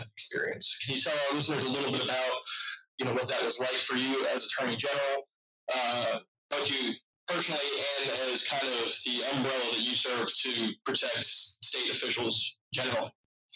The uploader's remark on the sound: We apologize for the poor sound quality in this episode, our team faced unexpected technical issues that have since been resolved.